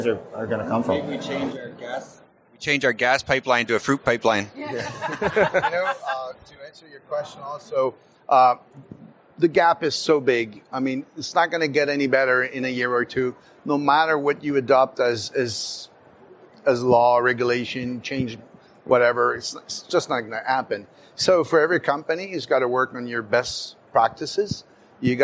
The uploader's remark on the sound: LIVE! From the CPMA Trade Show Floor